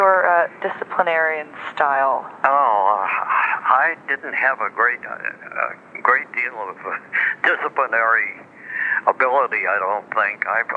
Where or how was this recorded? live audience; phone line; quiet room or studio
phone line